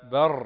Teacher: الراء هنا مفخمة ساكنة وما قبلها مفتوح وليس بعدها حرف استعلاء مفتوح